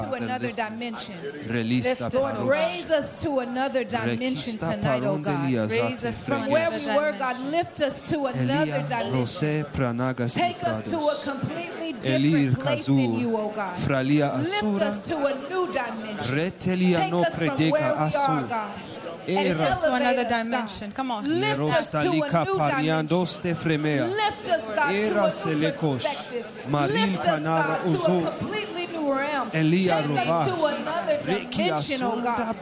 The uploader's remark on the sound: This message was recorded live